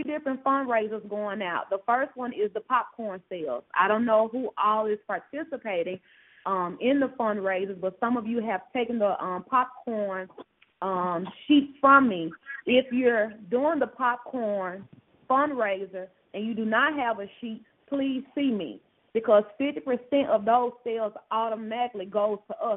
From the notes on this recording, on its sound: Conference Call.